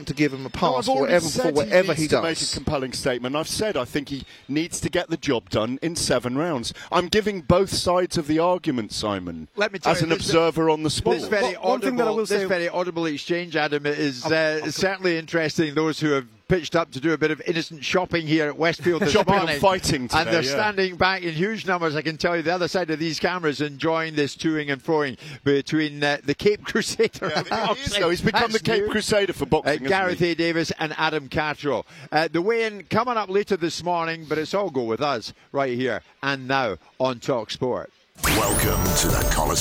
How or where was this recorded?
busy venue